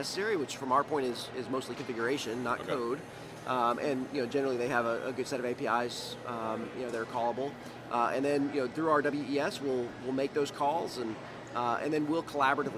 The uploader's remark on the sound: This was recorded at MODEX 2020.